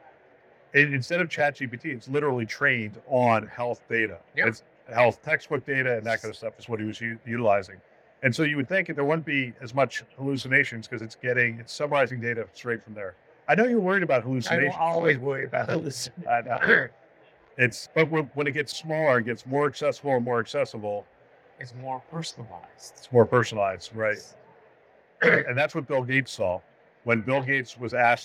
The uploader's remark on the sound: live from HLTH23.